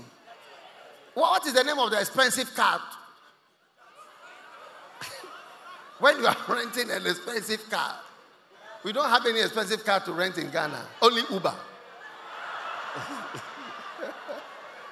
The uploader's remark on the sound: Preached at The COME HOME Service held at the First Love Center, Accra